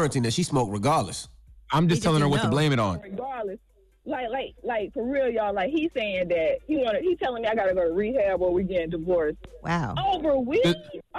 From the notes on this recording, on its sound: Call. We opened up the phone lines to see if any of our listeners found something new about their partner during quarantine?